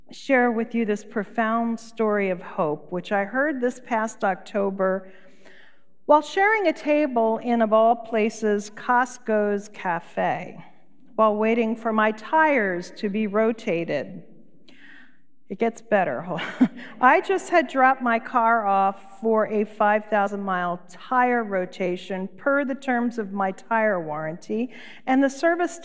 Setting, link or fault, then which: setting, large echoing room